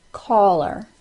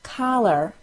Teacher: Notice that my lips move more and become more tense for the AW sound word.